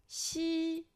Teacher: 发 x 的时候，气流可以持续通过舌头和上面的口腔之间